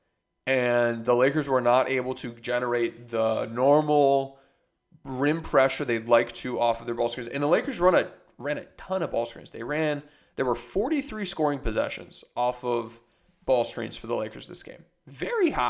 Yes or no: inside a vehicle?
no